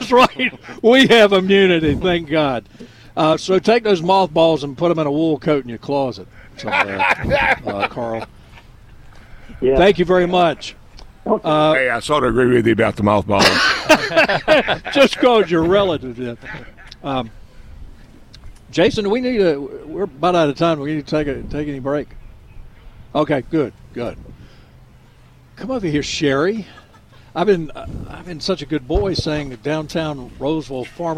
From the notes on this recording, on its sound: broadcasting live from The Downtown Rolesville Farmers Market.